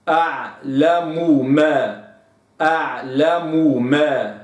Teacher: كذلك حينما تأتي ميم مضمومة في نهاية الكلمة وبعدها ميم أخرى مثلها متحركة لابد من استكمال حركة الميم الأولى المضمومة حتى لا تظهر وكأنها ميم ساكنة مدغمة فيما بعدها